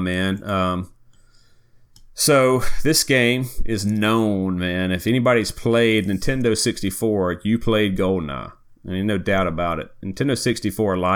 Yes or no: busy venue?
no